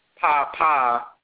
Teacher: Pa-pa, straight means to pat.